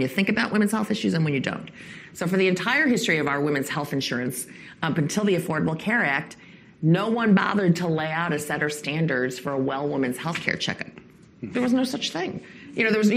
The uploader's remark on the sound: as part of the Aspen Forum on Women and Girls at the Aspen Institute